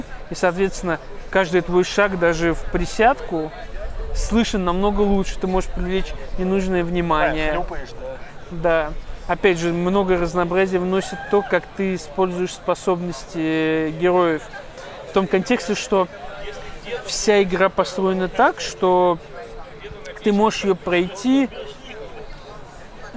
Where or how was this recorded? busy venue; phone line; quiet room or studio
busy venue